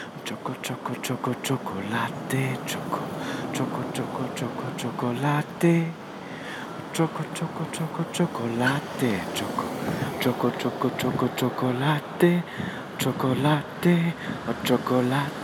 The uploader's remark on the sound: Recorded on the street in Manhattan.